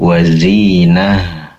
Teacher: Pastikan di sini ta marbutah ketika di akhir waqaf diganti dengan ha, yaitu dengan fokus pada tenggorokan bagian bawah, tenggorokan paling bawah, dan udara menyebar di dalam dada